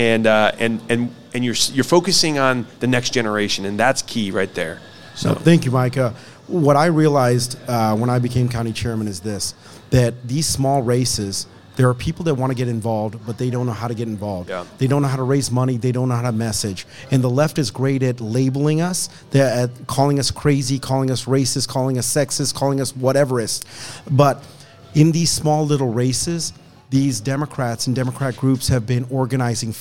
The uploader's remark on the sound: broadcast live from the Hamilton County GOP Lincoln Day dinner